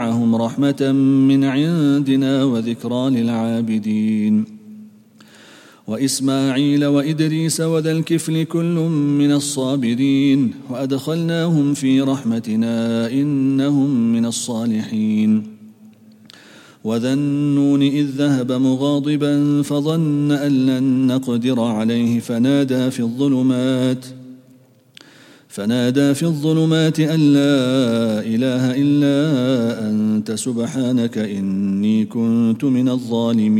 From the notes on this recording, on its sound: at the Houghton Masjid (West Street)